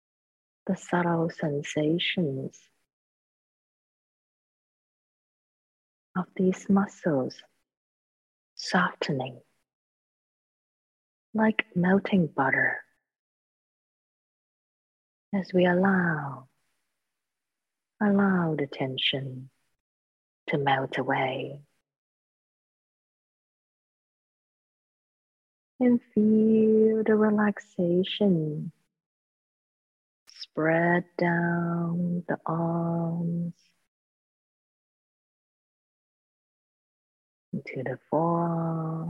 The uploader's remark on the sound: The Rubin Museum presents a weekly online meditation session led by a prominent meditation teacher from the New York area. This podcast is a recording of the live online session and includes an opening talk and 20-minute sitting session.